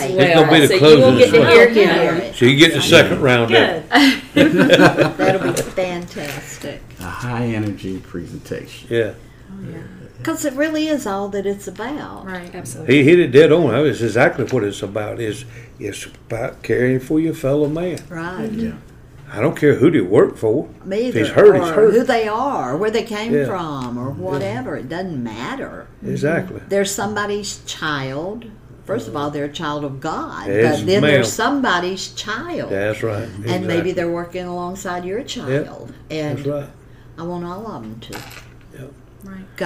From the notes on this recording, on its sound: This episode was recorded the during the Carolina Star Safety Conference in Greensboro.